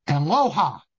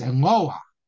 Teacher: the accent is on the lamed, not on the hey · Shown in: second take